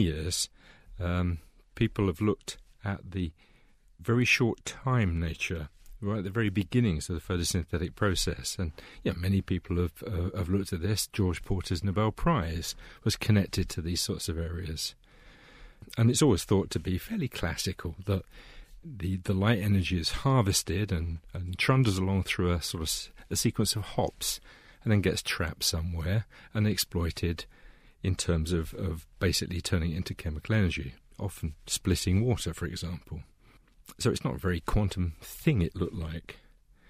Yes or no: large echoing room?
no